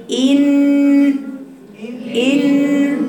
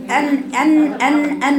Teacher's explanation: ونون فيها غنة مشددة، يعني فيها غنة بالخيشوم